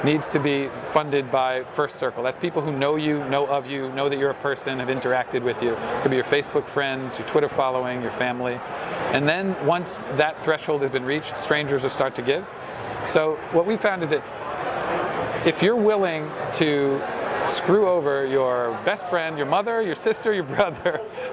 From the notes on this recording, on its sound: sat down with me for 10 minutes at the Grow conference in Vancouver, Canada